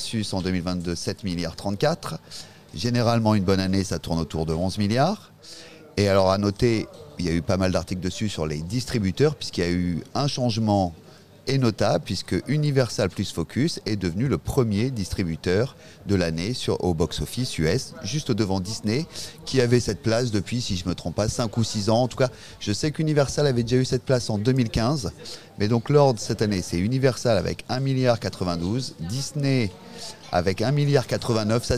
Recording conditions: busy venue